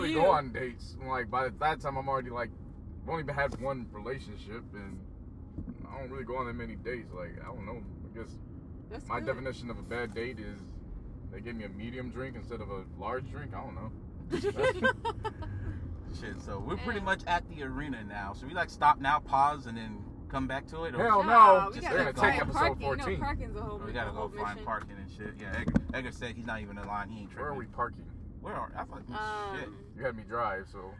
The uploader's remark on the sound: Wrestling 101 On The Road To Smackdown. The trio are on the road to WWE Smackdown Live ...literally.